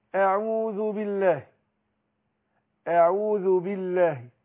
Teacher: الاستعاذة انا لما باجي انطقها برقق الهمزة وكذلك العين